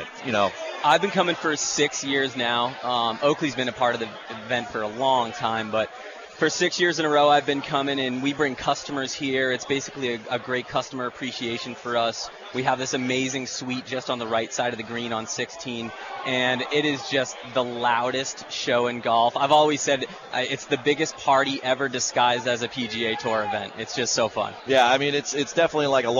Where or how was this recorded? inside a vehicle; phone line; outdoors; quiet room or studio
outdoors